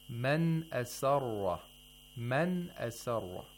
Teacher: Now this is another rule of nun sakina, which is ilhar of nun sakina, which means that you have to pronounce the nun completely from its original place of articulation. Okay, so we don't have ghunna, we don't have ikhfa, we don't have iqlab.